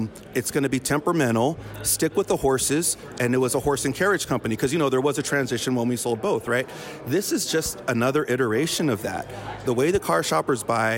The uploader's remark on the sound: This episode was recorded on-site during Used Car Week 2023